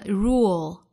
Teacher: rule 长音紧音的 u 后面跟舌侧音